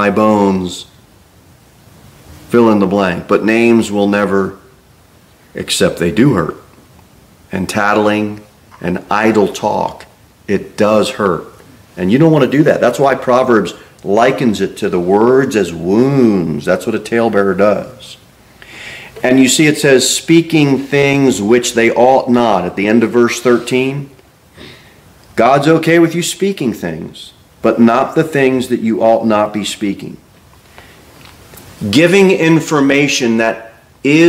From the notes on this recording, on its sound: Sermon delivered at Pilgrim Baptist Church